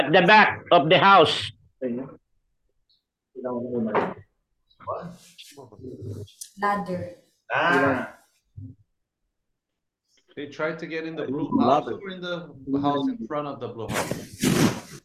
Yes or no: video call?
yes